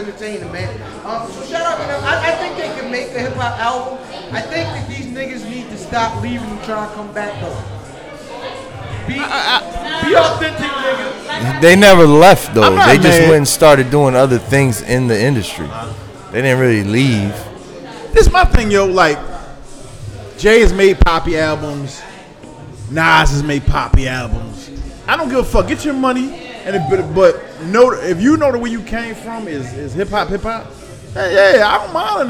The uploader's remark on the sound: Live At The Spot. Go live on location at The Spot.